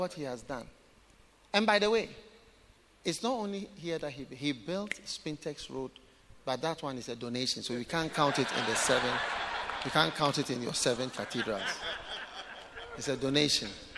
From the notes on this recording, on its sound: Preached at The Way Cathedral, Ayawaso-Ghana